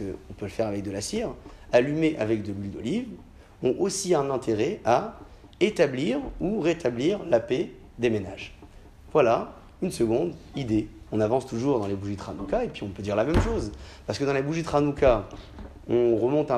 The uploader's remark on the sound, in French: Conférence pour les femmes, donnée à Alfortville